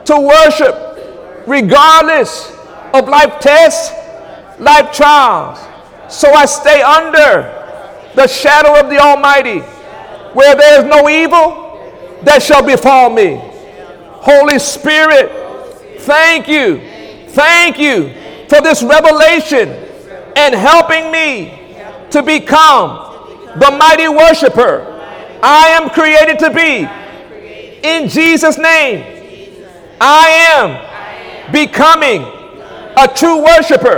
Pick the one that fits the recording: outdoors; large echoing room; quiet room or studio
large echoing room